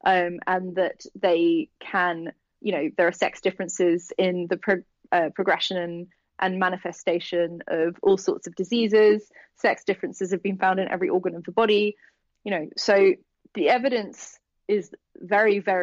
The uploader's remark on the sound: spoke with her over the phone from her home in London